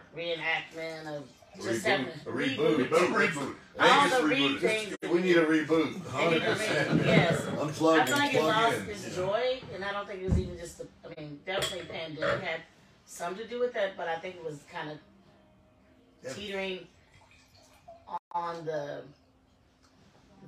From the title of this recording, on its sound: Live at the Peppermint Hippo!